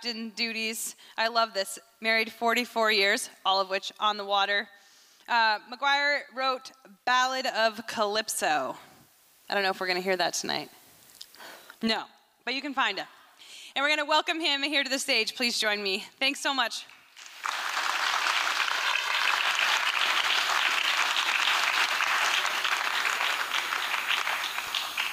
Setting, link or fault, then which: setting, live audience